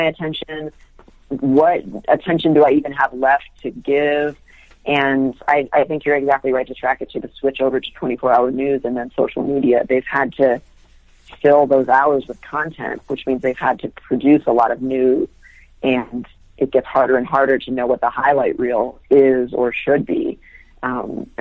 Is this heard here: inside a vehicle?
no